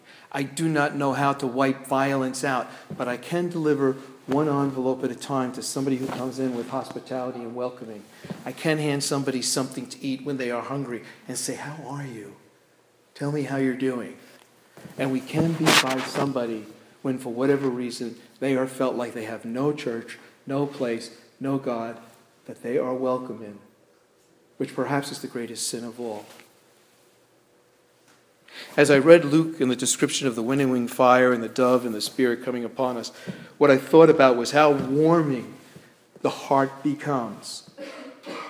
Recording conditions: large echoing room